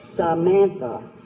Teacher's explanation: has the stress in the middle between two little unstressed syllables. Samantha, like that.